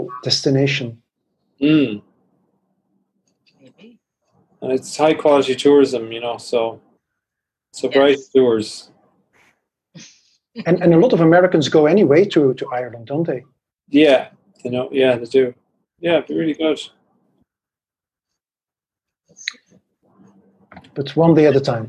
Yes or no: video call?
yes